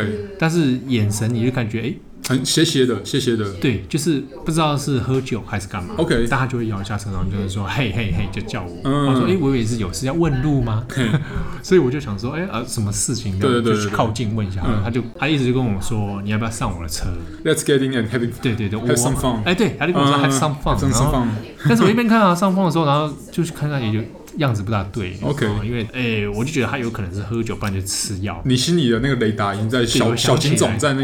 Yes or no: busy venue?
yes